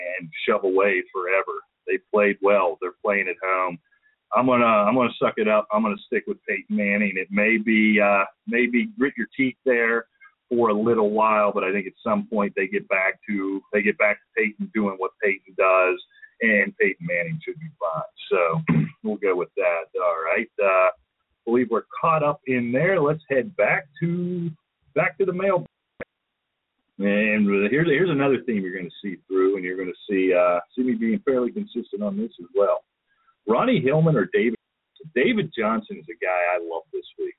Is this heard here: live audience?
no